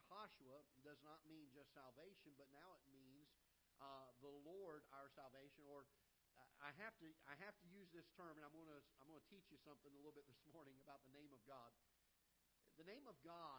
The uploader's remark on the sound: Ketha Heights Baptist Church ~ Live Broadcast